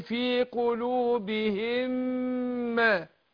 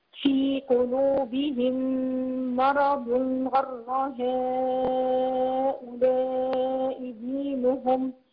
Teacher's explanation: فبقت ميم واحده مشدده هتاخد غنى حركتين. ادغم مثلين صغير. · Term: ادغام مثلين